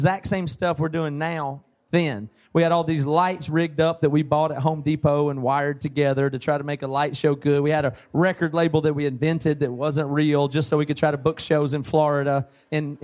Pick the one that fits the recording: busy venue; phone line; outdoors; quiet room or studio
busy venue